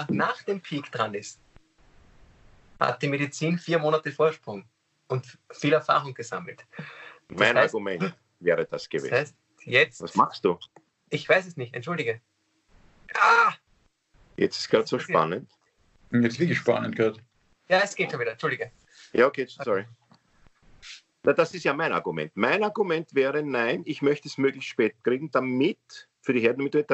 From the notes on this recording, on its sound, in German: Finden sie ihr Publikum, indem sie einander via Skype am Abend beim Reden zusehen. Aufzeichnung einer Skype Session vom 20.